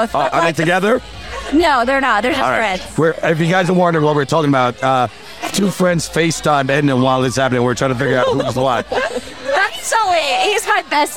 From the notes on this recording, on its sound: To end this bundle of episodes recorded at American Social, we are going out with a bang! Recorded at American Social Las Olas.